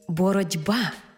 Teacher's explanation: дзвінкий приголосний «б» вплинув на попередній глухий «т» і зробив його дзвінким «д». Іншими словами, глухий «т» уподібнився під впливом дзвінкого «б» до «д». · Term: уподібнення за дзвінкістю